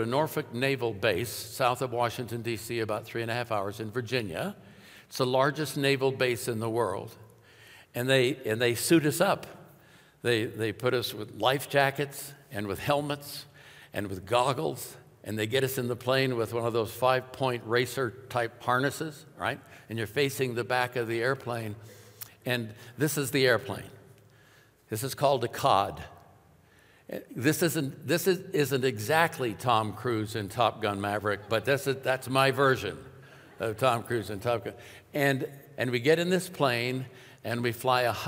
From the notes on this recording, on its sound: Welcome, friends, to New Year’s weekend at Timberline Church.